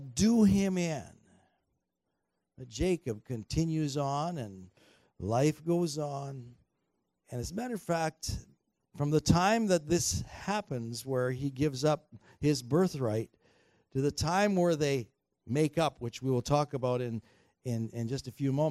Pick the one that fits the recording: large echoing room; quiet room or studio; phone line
large echoing room